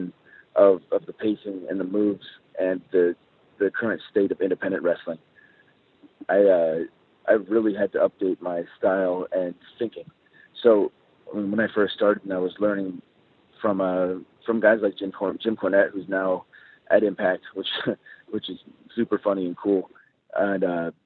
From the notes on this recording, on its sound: This is the full audio from the September 6, 2017 GFW Media Call